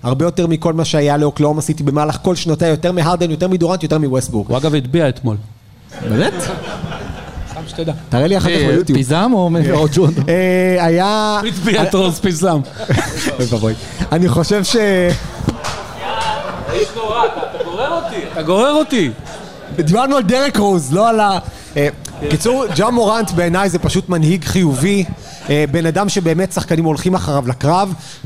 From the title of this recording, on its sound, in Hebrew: הוקלט בלייב במפגש מאזינים בבר "הנסיך" בת"א!